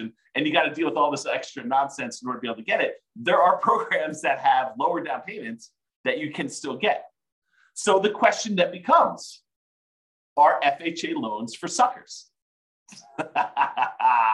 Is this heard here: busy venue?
no